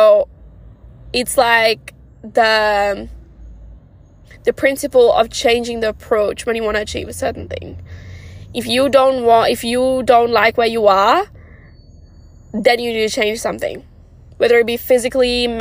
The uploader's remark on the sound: recording it in my car